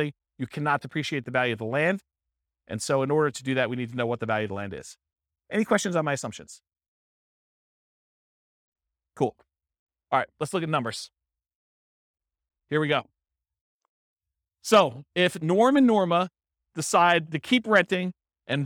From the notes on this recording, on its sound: This was a live class recorded